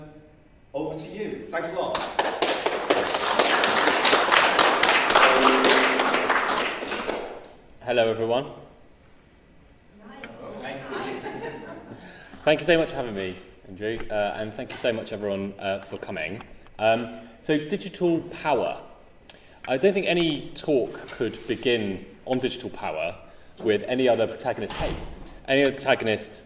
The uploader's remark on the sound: This O3C Seminar Series event was recorded March 15, 2019, at Loughborough University.